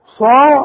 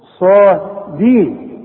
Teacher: الصاد مفخمة قوي بعدها الألف